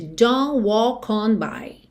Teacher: o que chama mais atenção é realmente o fato desse T do don't sumir completamente.